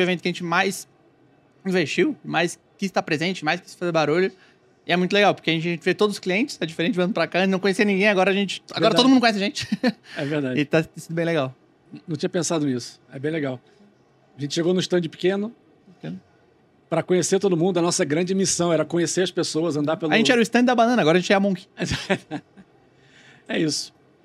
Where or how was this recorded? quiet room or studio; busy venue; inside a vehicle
busy venue